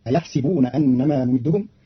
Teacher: قرأ قالون كلمة أيحسبون بكسر السين، فتصير أيحسبون أنما نمدهم، والفتح والكسر في لغة العرب.